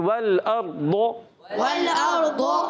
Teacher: ضاد حرف مستعلیہ میں سے بھی ہے، حرف مطبقہ ایکسٹرا موٹے حروف میں سے بھی ہے، تو اس کو زیادہ پر رکھنا بھی ہے. اور واو کی ادائیگی پھر ہونٹوں کی گولائی سی ہے، جہاں حرکات آ رہی ہیں حرکات کو کھینچنا بھی نہیں ہے، آپ نے یہ بھی خاص خیال رکھنا ہے.